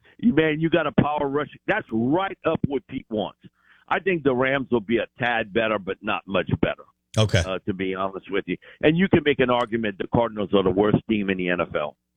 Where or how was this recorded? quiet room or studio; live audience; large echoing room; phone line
phone line